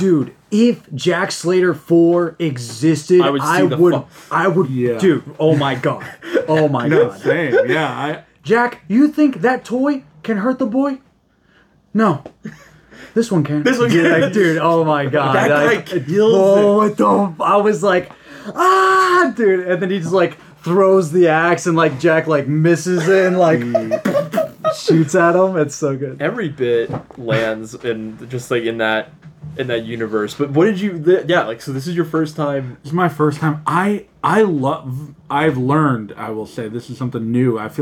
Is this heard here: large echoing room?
no